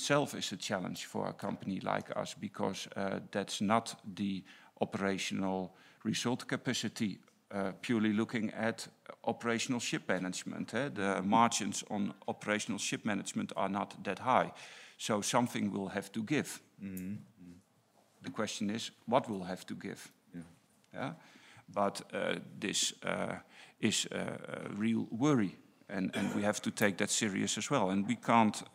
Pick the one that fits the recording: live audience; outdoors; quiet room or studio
live audience